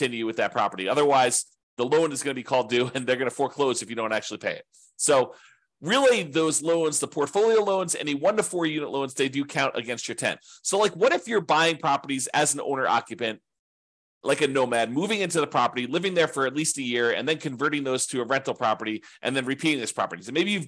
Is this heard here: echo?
no